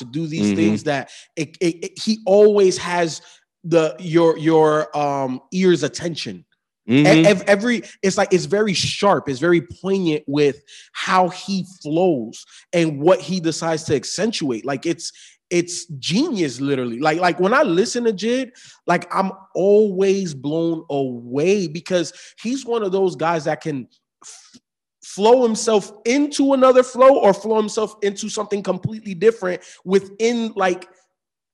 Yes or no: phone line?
no